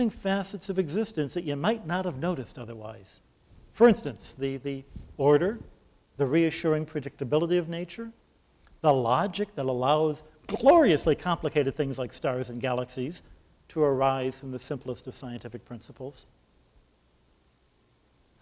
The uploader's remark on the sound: at the second Shulman Lecture of 2008 at the Whitney Humanities Center